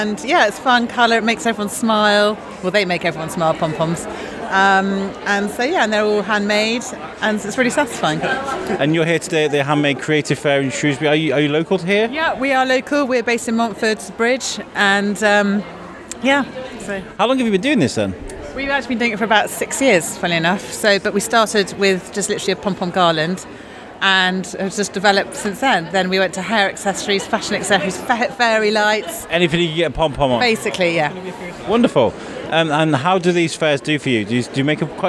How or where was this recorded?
busy venue